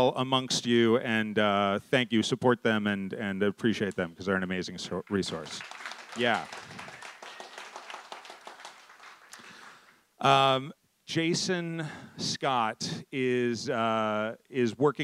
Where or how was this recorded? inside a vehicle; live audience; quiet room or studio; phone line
live audience